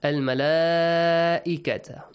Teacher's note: A wajib mad. You should stretch because the hamza and alif mad are in the same word.